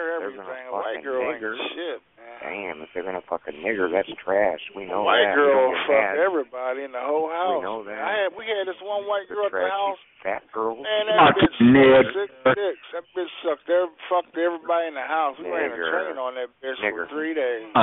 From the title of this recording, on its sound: Conference Call